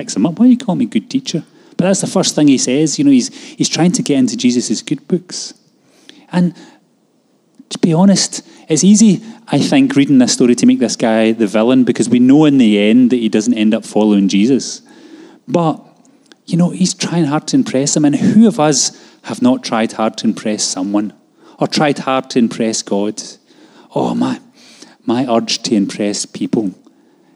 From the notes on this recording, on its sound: Live from our Sunday gathering on 30/10/22